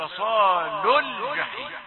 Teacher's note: حذفنا المد من اجل السكون الذي بعده، لقاعده عدم، يعني لتحاشي التقاء الساكنين.